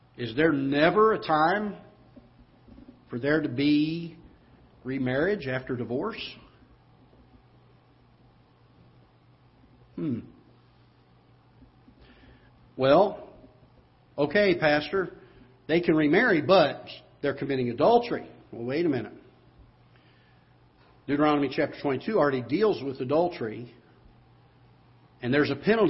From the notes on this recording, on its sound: Ketha Heights Baptist Church ~ Live Broadcast.